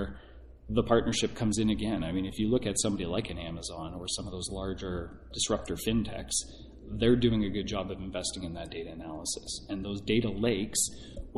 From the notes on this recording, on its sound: Live from DN Intersect. Sat down at the company's DN Intersect event. This podcast is one of a group of four recorded on site at the Diebold Nixdorf DN Intersect conference in Las Vegas, September 2019.